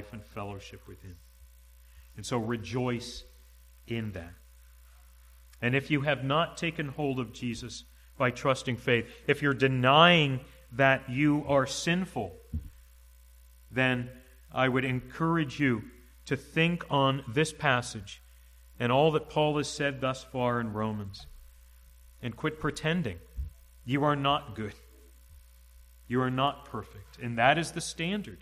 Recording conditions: large echoing room